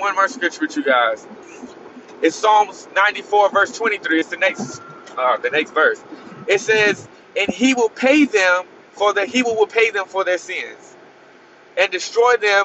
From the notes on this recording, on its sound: Driving home from work I needed to hop in the mic.